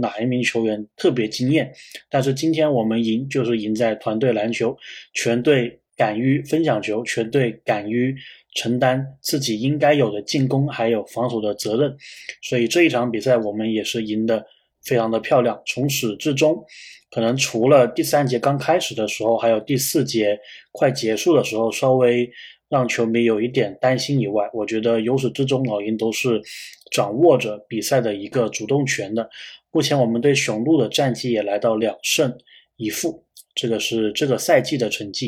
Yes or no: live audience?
no